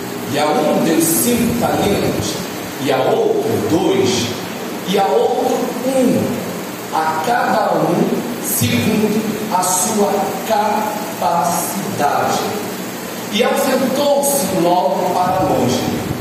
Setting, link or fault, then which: setting, large echoing room